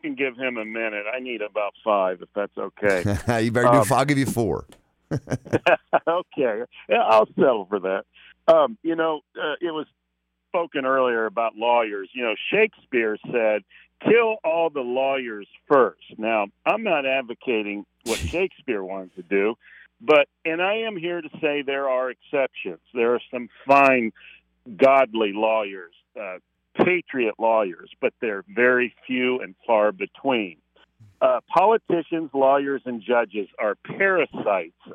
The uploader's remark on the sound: Saturday Morning Open Phones